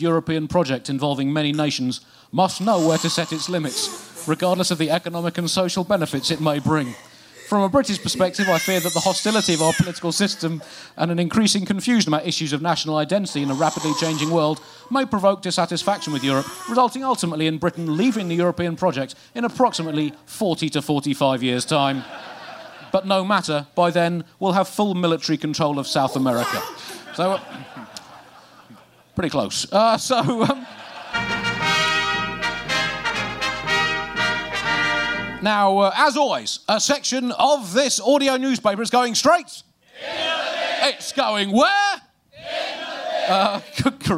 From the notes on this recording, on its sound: Recorded live at Underbelly Festival in London